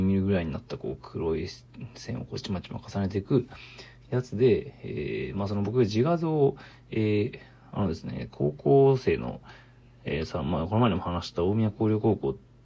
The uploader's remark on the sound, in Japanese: From Radiotalk。ボイスメモです。